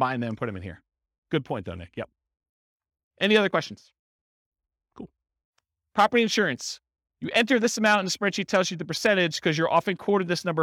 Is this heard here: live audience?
yes